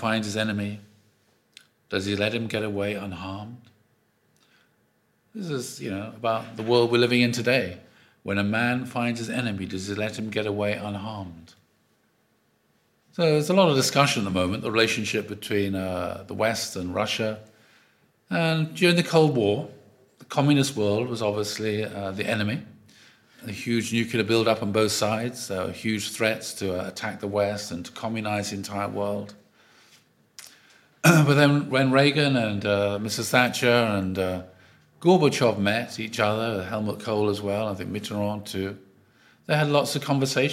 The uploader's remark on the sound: Audio from a sermon in Hatch End